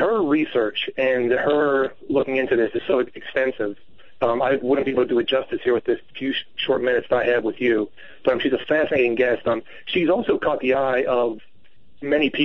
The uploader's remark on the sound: callers phone in to midnight in the desert